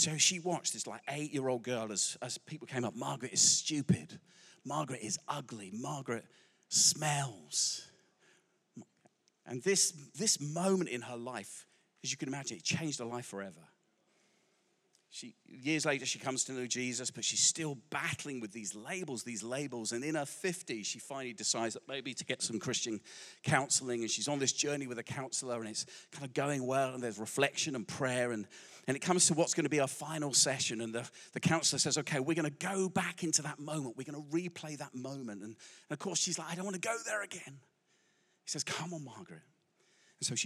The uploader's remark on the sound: Recorded live at Life Church Lancashire on 8th October 2023